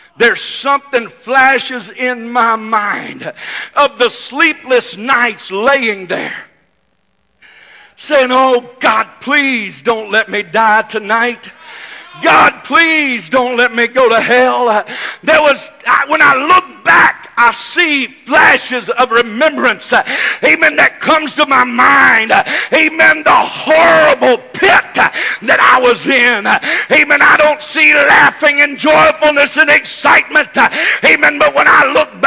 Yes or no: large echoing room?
yes